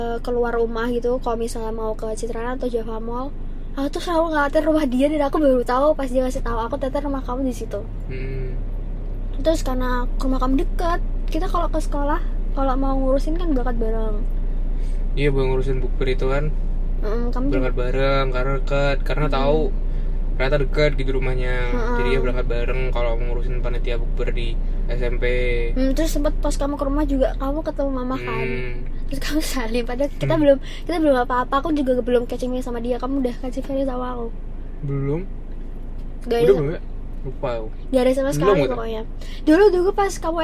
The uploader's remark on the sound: in the car